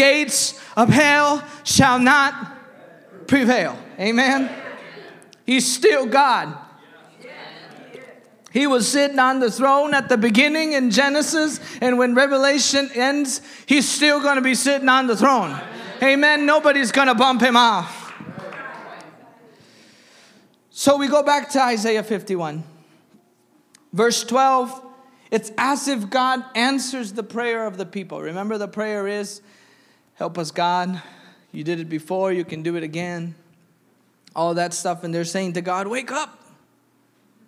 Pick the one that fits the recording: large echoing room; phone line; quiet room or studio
large echoing room